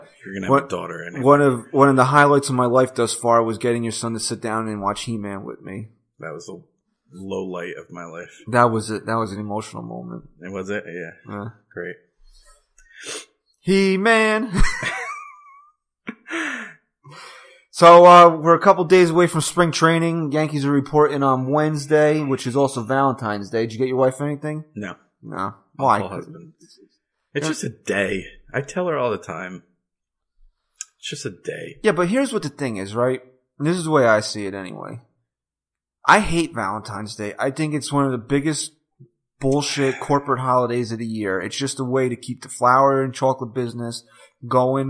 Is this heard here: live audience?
no